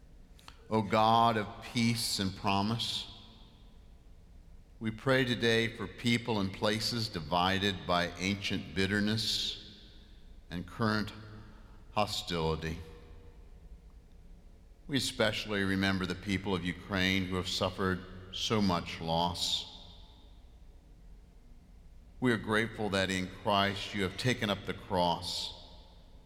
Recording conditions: large echoing room